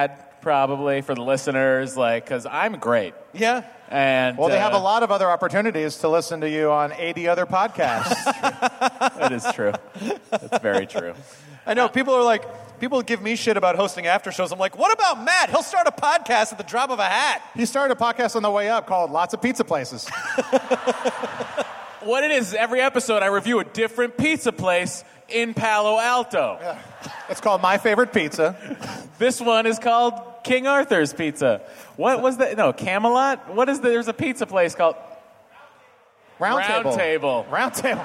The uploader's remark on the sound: It's a nerdist hostful live from ID10T festival!